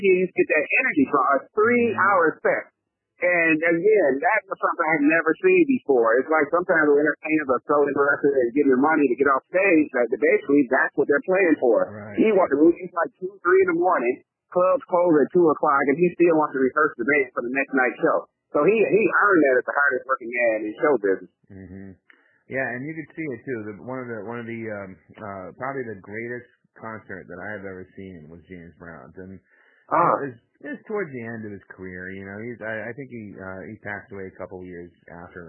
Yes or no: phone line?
yes